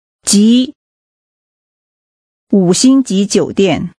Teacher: Using a rising tone, say, class, meaning rank.